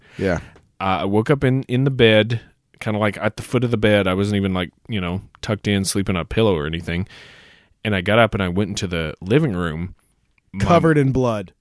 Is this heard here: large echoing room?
no